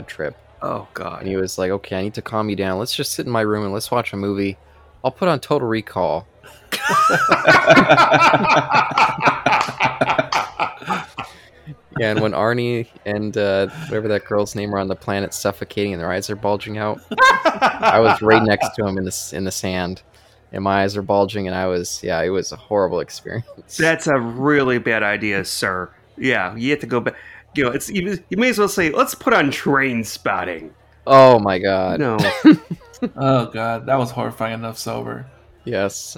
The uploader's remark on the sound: This episode was recorded in front of a live bar side audience